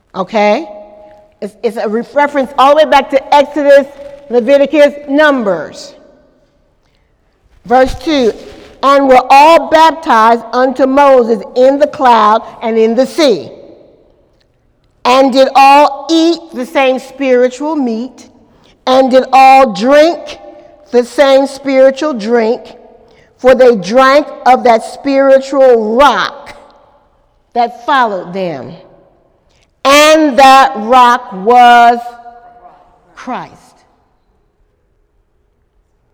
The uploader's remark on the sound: During Wednesday night service on March 28, 2018